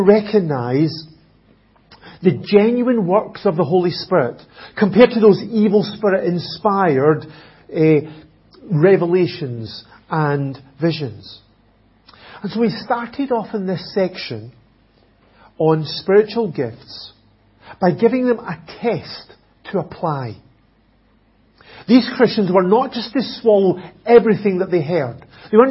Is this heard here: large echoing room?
yes